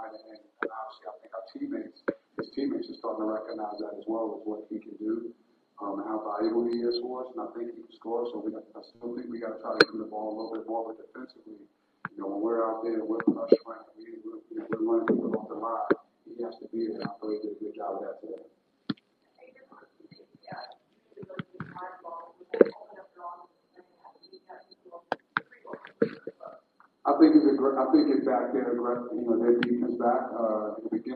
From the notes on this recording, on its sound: postgame press conference